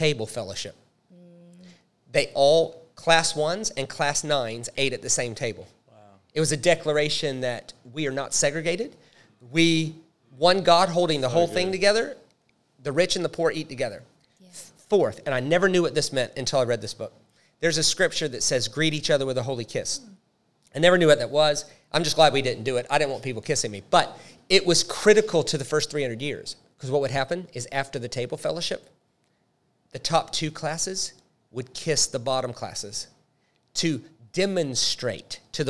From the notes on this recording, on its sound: Our second LIVE recorded episode. Tricky questions from our live audience.